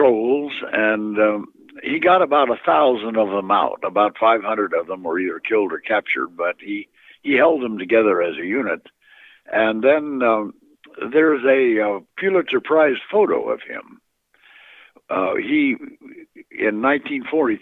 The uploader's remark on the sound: phone interview